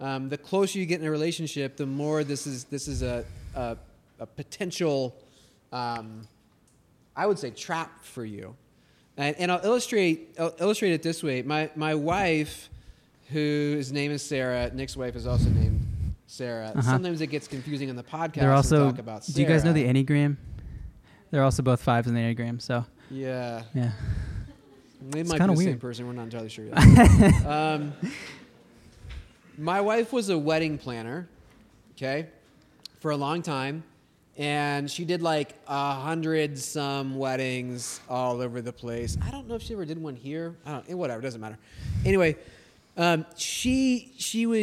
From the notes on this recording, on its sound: This was a live recording from a College Night at Crossroads Uptown!